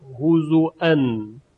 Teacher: در روایت ورش مصری کلمه هزوان با همزه یعنی محموز تلفظ می شود